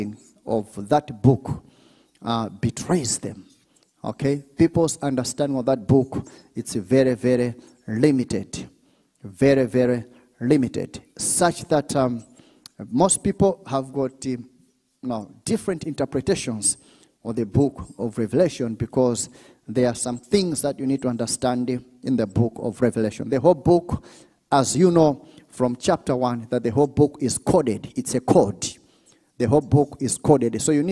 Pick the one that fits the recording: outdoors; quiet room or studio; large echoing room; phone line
large echoing room